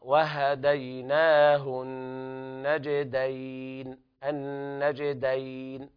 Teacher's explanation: بيان الغنة في النون والجيم ملقلقلة، وبيان الغنة في النون الموقوف عليها التي هي أصل الغنة، لا تمد لا تغني مقدار حركتين لكن أصل الغنة موجود، فلا بد من إظهار النون المتطرفة الموقوف عليه.